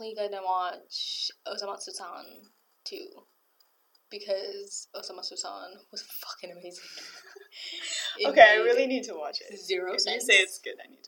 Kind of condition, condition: fault, poor sound quality